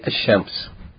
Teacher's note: we have to double the sun letter and merge the Lam into it. So instead of saying Al Shams, we say Ash-Shams.